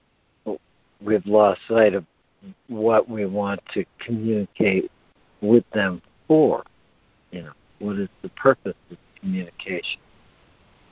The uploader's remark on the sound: ACIM Daily Conference Call